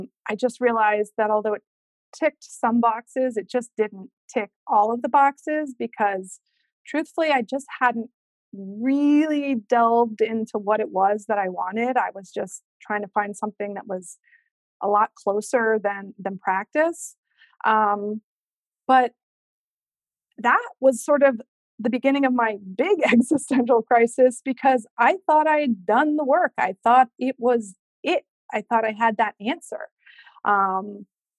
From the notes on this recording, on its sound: Today’s episode is the audio from the webinar I hosted last week